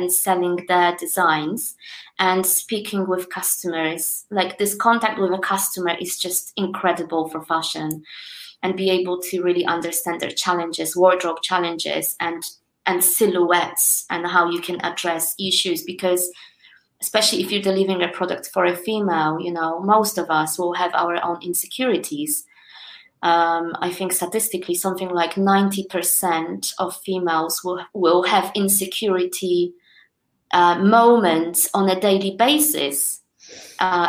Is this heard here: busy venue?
no